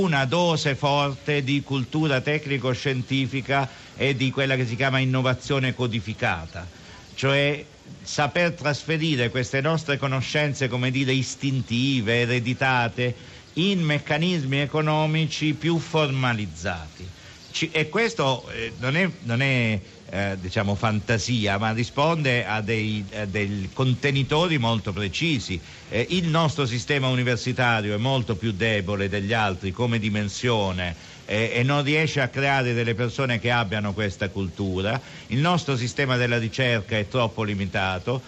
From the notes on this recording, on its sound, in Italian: Festival economia di trento. In diretta da piazza duomo.